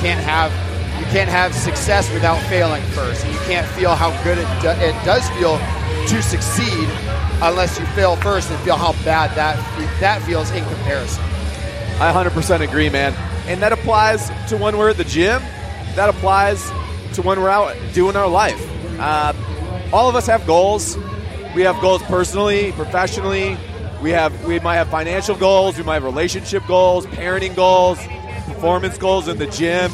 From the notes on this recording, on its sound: Live From The Gym. The gang is broadcasting live from the floor for Friday Night Lights at Industrious. The energy is off the hook!